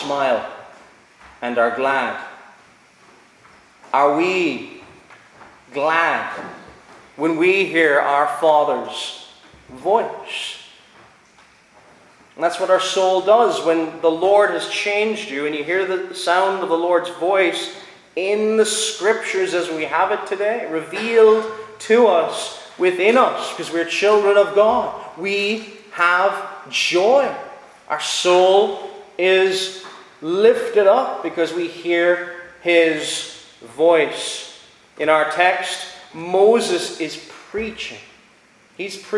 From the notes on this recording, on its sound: Preached at Ballyclare - Doagh Free Church -Continuing.